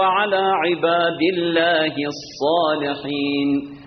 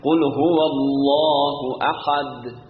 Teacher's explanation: کلمه الله قبلش اگر ضمه و فتحه باشه درشت و پر تلفظ میشه · Shown in: second take · کسره باشه ترقیق تلفظ میشه.